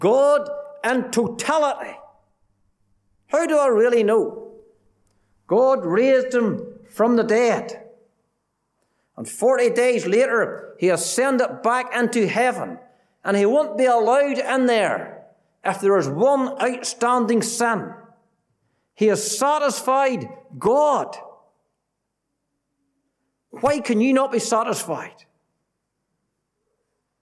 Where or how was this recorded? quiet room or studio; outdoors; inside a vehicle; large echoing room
large echoing room